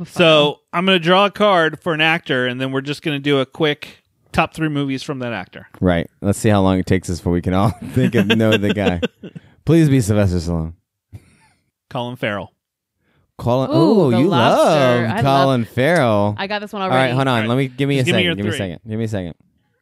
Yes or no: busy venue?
no